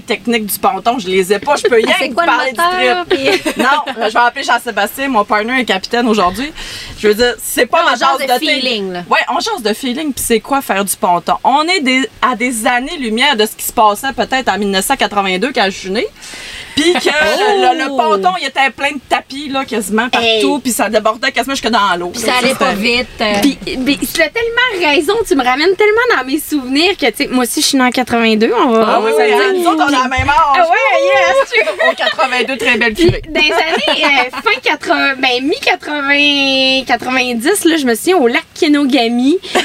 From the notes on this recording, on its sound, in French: Encore une fois enregistré sur un PONTON ! Merci à Sports DRC Alma pour votre accueil!